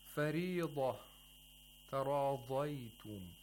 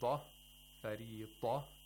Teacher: They are lāds, and you have to pronounce it with istitāla. We have to have a lengthening of the sound of lād from the very back of the tongue to the tip of the tongue. · Shown in: first take